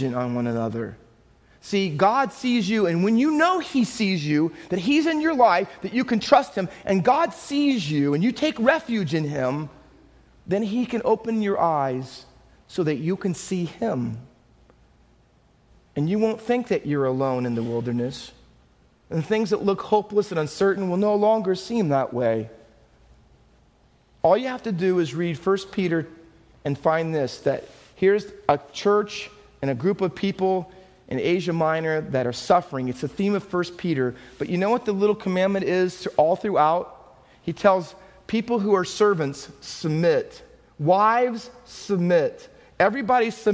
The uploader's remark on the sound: Faith Baptist Church in Hamilton, NJ.